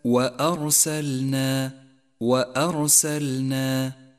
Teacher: اقرأ كلمة وأرسلنا وأرسلنا، وحاذر من تفخيم الهمزة، الهمزة حرف مرقق دائما، ولكن حاذر من تفخيمه هنا لأن الحرف الذي بعدها جاء مفخما وهو الراء، هذه الراء مفخمة لأنها جاءت ساكنة وقبلها مفتوح، ولذلك لونت بالأزرق الغامق أرسلنا.